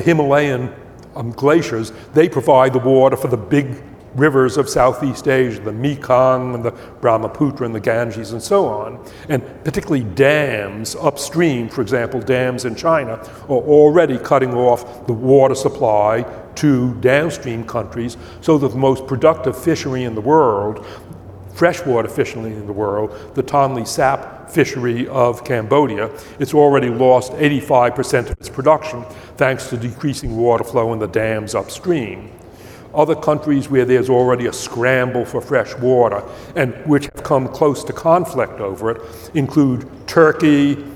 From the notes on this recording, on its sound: Upfront Summit 2020. Background noise in this video due to high winds outside the theater where this was filmed.